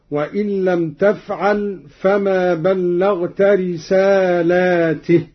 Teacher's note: قوله تعالى وإن لم تفعل فما بلغت رسالته قرأ قالون بمد اللام على الجمع هكذا وإن لم تفعل فما بلغت رسالاته لأن الرسالات تتعدد.